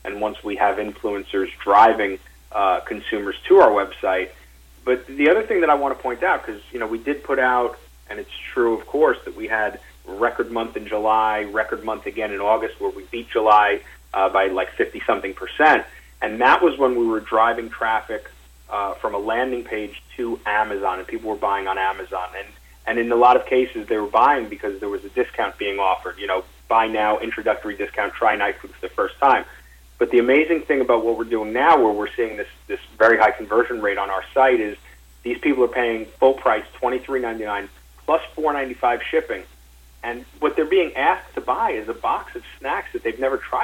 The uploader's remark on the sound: NightFood Investor Conference Call